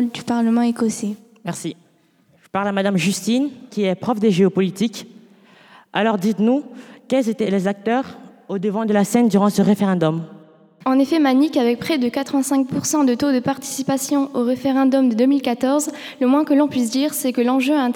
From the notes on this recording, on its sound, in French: une émission de radio en direct et en public à Lille